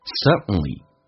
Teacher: suddenly 这个单词 d n 组合，有时候 d 可以不用发音，在口语化当中就变成 sudden，suddenly， it appears suddenly and pulls its victim under and faroffshore。